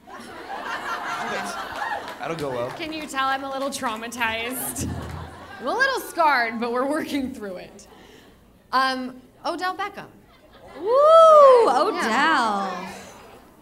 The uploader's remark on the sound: The One Where They’re Live From The Improv. Two very special live shows at The Improv in Irvine!